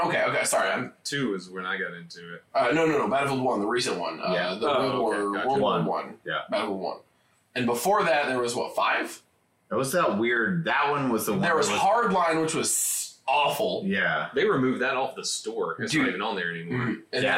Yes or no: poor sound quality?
yes